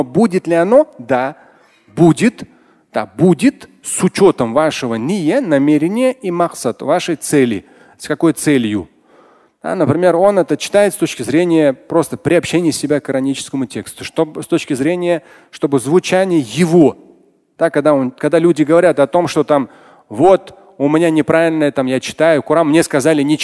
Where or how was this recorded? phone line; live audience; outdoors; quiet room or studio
live audience